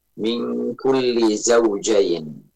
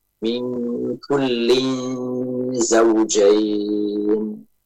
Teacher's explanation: Ikhfa kullin, tanwin bertemu dengan zai, sehingga dibaca dengan ikhfa. · Shown in: second take